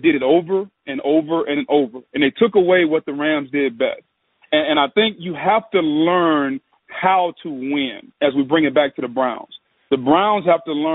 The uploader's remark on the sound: MNF Conference Call